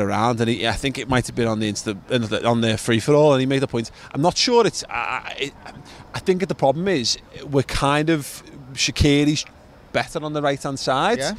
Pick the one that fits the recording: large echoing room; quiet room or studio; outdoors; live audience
outdoors